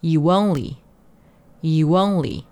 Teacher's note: You 和 only 连读，连读的时候中间用一个 w 的滑音去连接,you only,很轻的一个 w 的音啊,you only, youonly。You only.